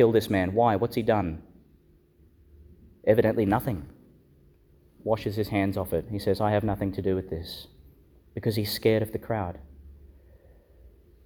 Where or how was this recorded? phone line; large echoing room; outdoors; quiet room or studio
large echoing room